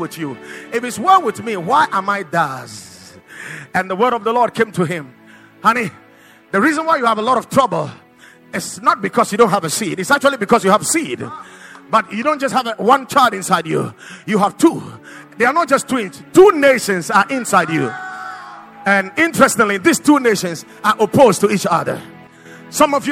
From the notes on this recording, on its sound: Preached at the Watered Garden Church